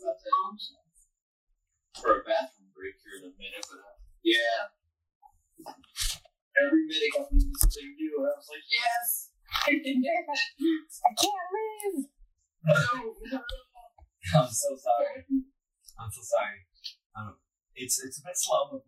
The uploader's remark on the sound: Sorry for the Audio Quality!